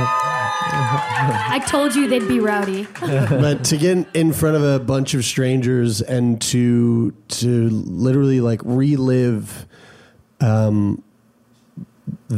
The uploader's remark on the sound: Shake up an entire live audience with a live show for the ages.